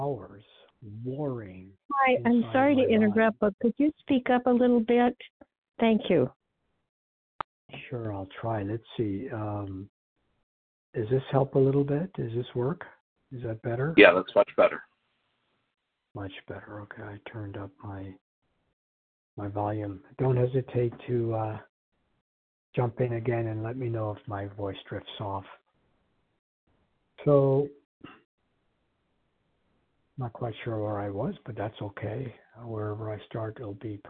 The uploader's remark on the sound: Qualification from the 100 Pounders Phone Meeting.